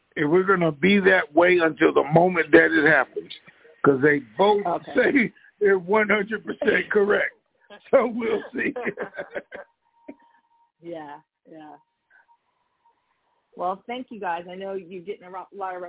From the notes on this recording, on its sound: TNTSuperfantastic Conference Call